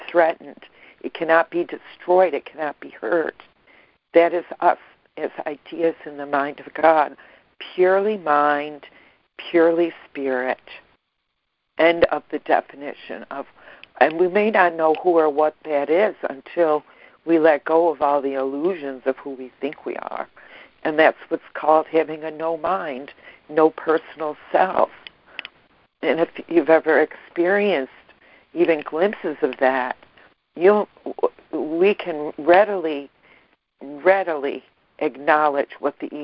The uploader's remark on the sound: ACIM Daily Conference Call.